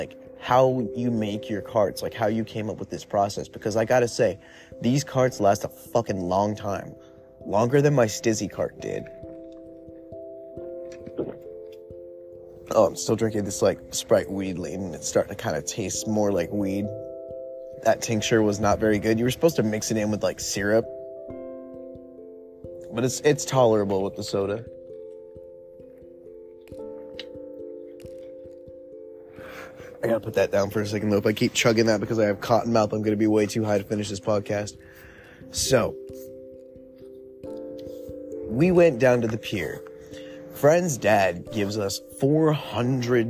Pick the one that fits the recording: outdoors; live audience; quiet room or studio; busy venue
outdoors